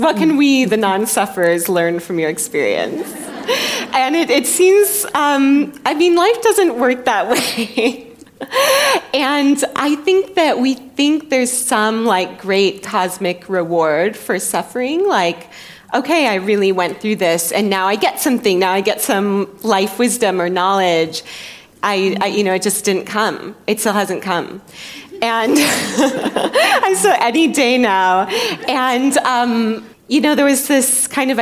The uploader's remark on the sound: recorded live for our sister company, The School of Life